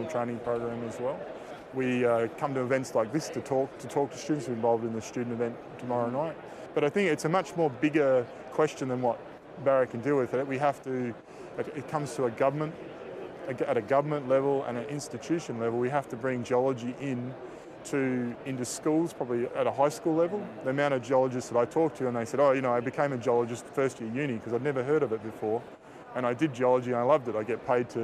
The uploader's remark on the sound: This week's podcast features interviews from the Vancouver Resource Investment Conference